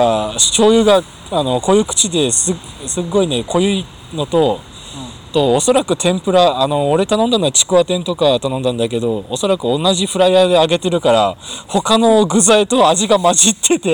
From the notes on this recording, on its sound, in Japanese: 西日暮里で2人。いつも収録している公園。